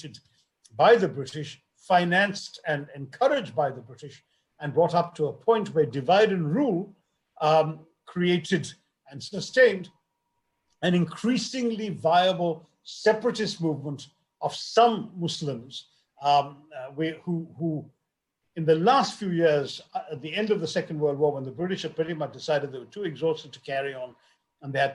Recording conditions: video call